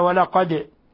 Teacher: قلقلة الدال لأنها ساكنة